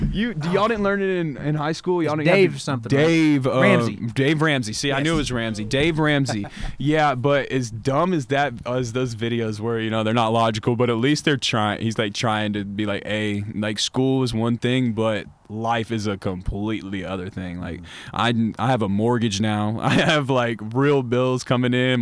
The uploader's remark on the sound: Live from the Bird's Nest